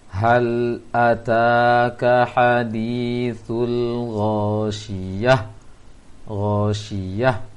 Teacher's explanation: di ujung-ujung ayat ini ta marbutoh ditukar menjadi ha sukun